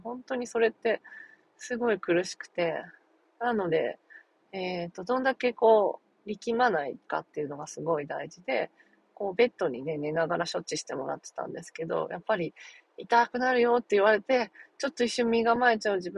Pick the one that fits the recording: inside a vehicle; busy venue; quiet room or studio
inside a vehicle